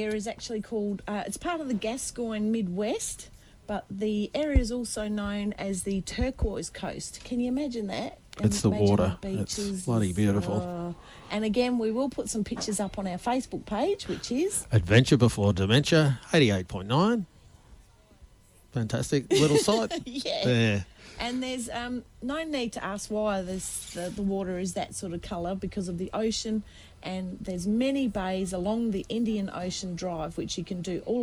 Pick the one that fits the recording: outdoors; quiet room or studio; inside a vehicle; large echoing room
outdoors